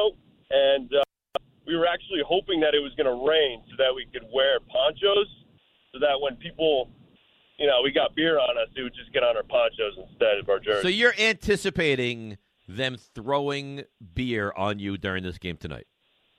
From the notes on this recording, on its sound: a TON of your calls